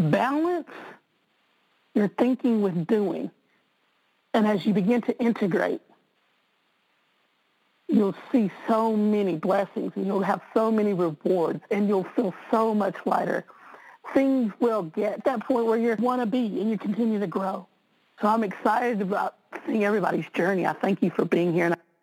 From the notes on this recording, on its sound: conference-call based classes